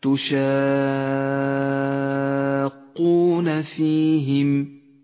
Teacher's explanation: جاء حرف المد وهو الألف وجاء بعده حرف مشدد وهو حرف القاف تمد الألف هنا 6 حركات لزوما · Term: المد اللازم الكلمي المثقل